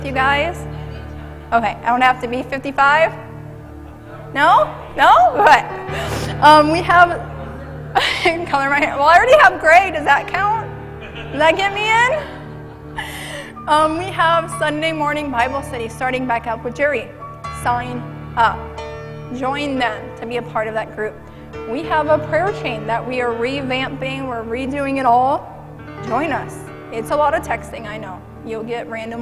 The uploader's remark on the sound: Mt. Zion Church Live!